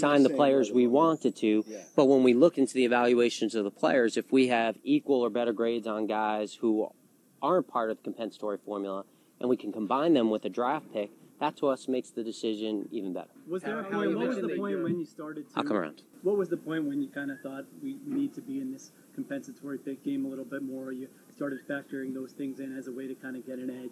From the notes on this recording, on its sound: Two new press conferences from the Eagles' offseason. Talk to the media at the 2019 NFL Annual Meeting.